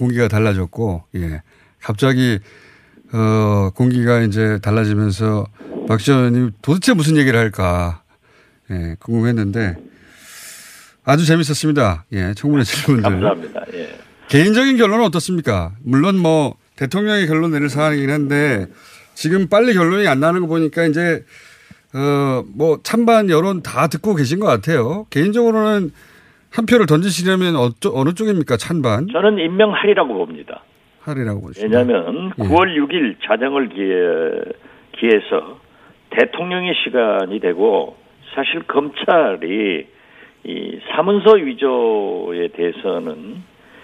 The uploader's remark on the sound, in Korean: 전화연결 정교수 PC에 표창장 직인 파일? 전화연결 "표창장 입수경로?